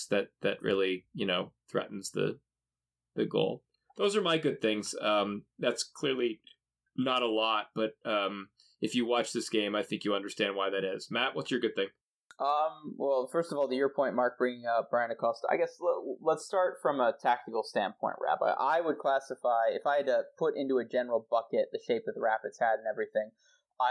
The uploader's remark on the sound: Recorded this episode on the road for the day job, so apologies for the subpar audio quality.